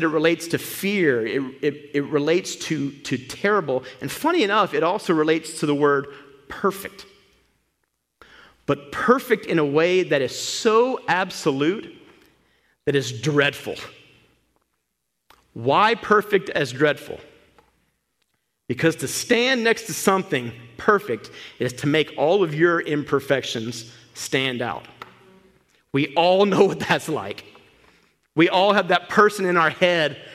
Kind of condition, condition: setting, large echoing room